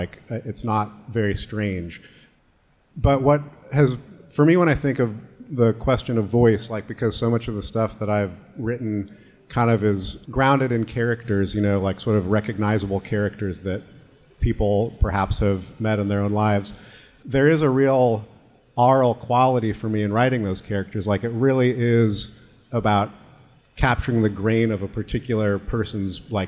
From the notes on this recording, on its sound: We feature a conversation from Pickathon 2022. Literary Arts partnered with the Pickathon music festival to program on-stage author readings, and for a live recording of The Archive Project at the Lucky Barn stage.